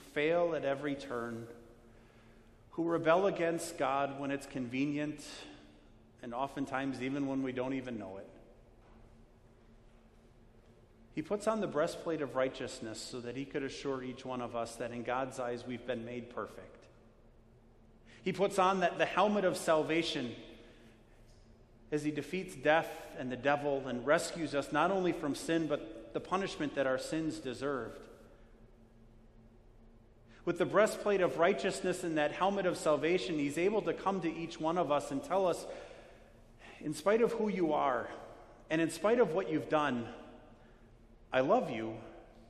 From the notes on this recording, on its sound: Sermon preached on Ash Wednesday, February 26, 2020, at Our Savior Lutheran Church in Birmingham, AL.